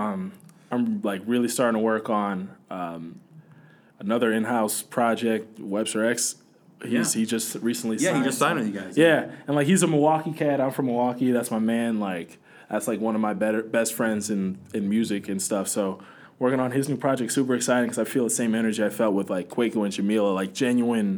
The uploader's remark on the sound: Parade to the Polls event in Grant Park.